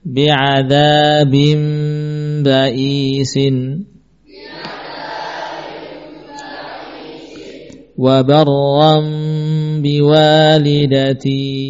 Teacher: Sekaligus secara posisi, ya, mim dengan ba sudah satu makhraj · Mim yang menggantikan nun, ya, tentunya bukan hanya sekedar mim biasa, tapi mim dengan gunnah yang sempurna. · Term: qalb